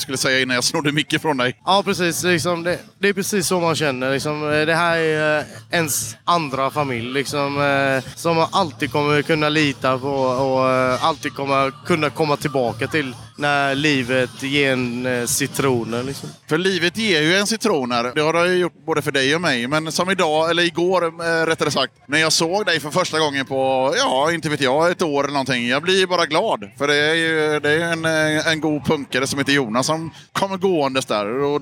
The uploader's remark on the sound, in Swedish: Close-Up Båten. Tar ett snack med besökare, artister och volontärer på Fragile Mountain Punk Festival i Göteborg.